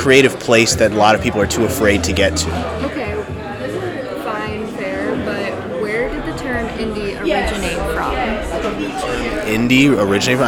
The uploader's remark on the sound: All live from a few different coffee shops in Downtown Royal Oak, Michigan. Sorry if the background noise is too loud.